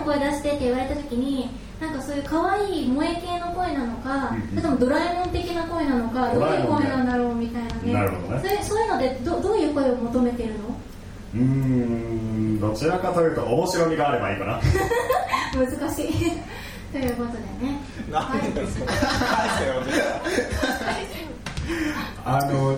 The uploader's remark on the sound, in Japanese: ライブ後のライブハウスでの公開ポッドキャスト収録